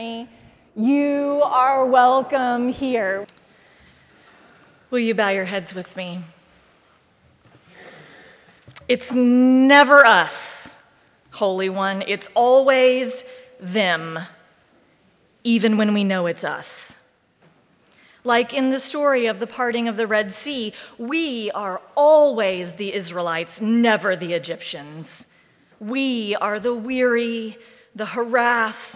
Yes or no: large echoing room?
yes